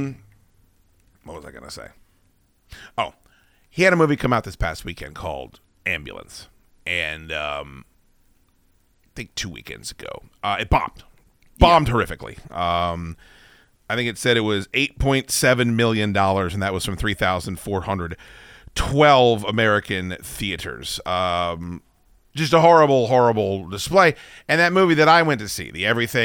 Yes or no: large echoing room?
no